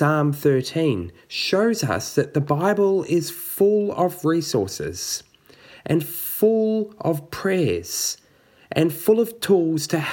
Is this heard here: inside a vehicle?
no